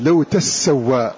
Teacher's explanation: وأما من فتح التاء وشدد لو تسوى، فأصلها تتسوى، أصلها، ثم أدغم التاء في السين